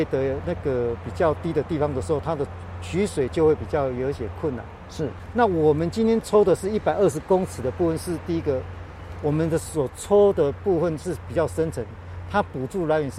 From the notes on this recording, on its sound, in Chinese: 雲林古坑乾旱現場